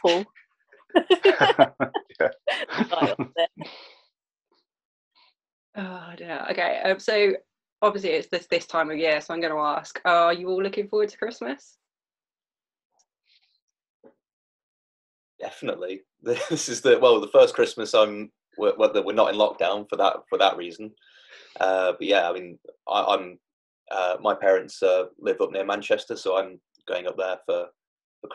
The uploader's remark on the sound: I sat down over Zoom